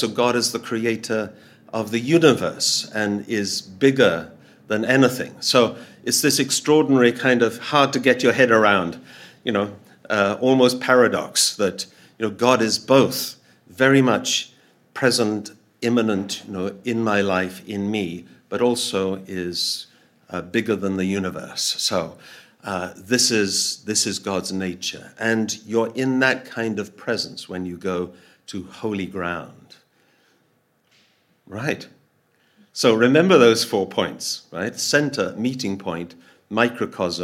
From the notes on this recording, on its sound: Audio from a sermon in Hatch End